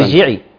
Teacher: اي راء ساكنة قبلها همزة وصل هي مفخمة في القرآن قولا واحدا لا تقبل الترقيق